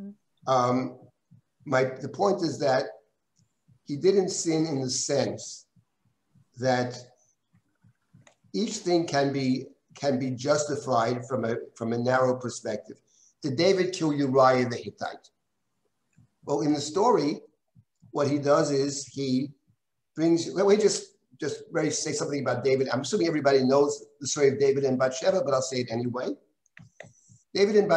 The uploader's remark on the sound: This audio was originally captured from Zoom.